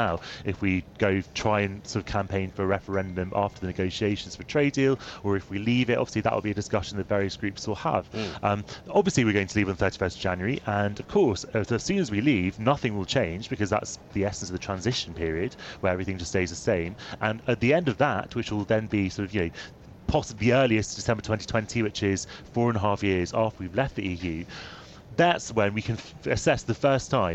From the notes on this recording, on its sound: Comes live from College Green.